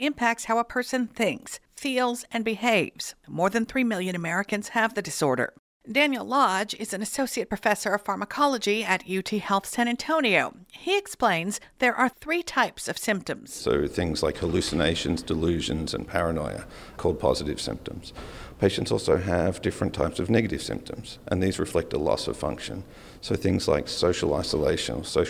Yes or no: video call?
no